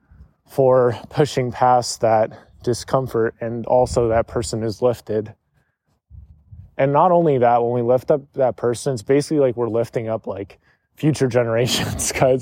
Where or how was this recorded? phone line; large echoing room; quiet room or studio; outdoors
outdoors